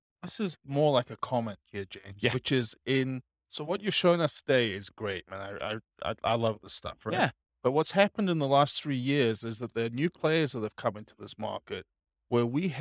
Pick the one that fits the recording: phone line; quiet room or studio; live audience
live audience